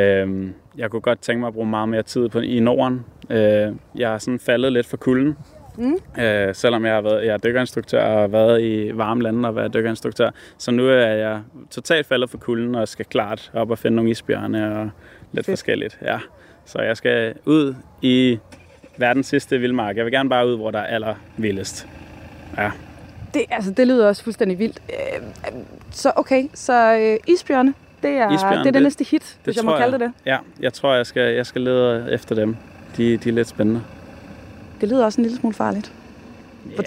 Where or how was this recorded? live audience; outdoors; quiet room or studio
outdoors